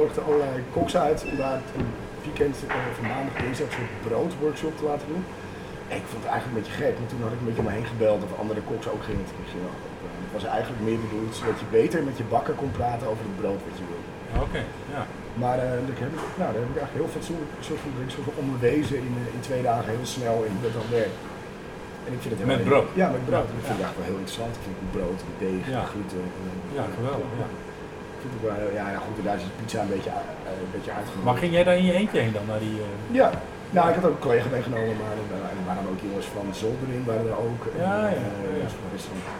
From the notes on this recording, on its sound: De geluidskwaliteit is niet wat t wezen moet: mijn amateurisme.